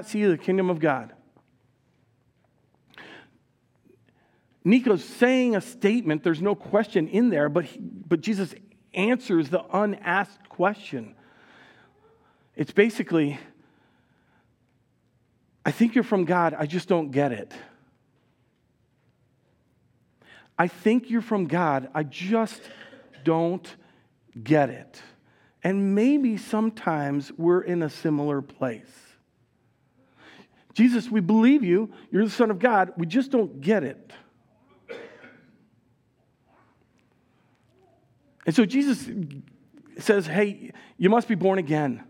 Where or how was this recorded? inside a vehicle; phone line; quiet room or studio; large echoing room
large echoing room